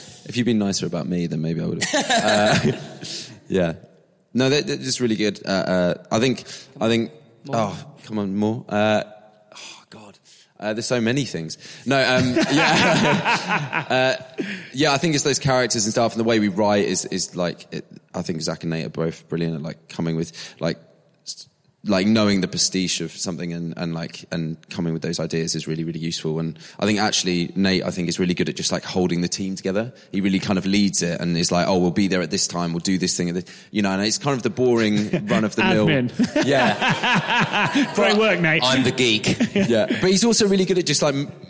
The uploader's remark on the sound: Live at Vault Festival. We talk live in a dank cellar.